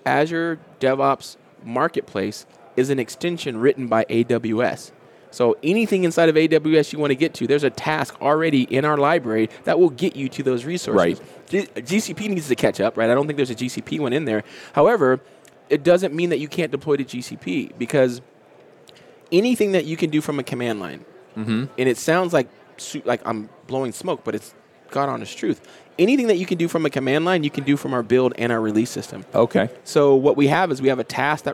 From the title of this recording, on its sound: LIVE at Microsoft Ignite